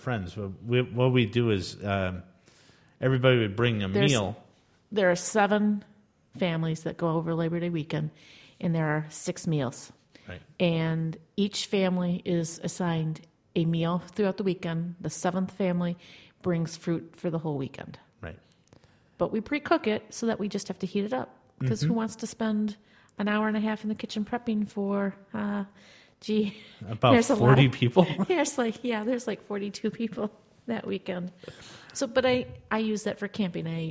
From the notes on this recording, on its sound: We also have an audience.